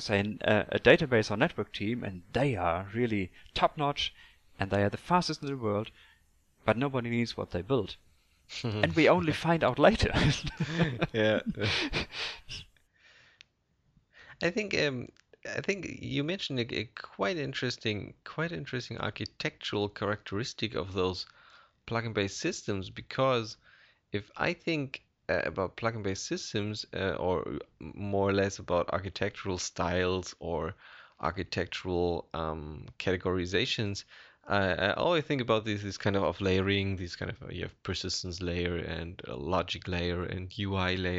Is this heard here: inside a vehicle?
no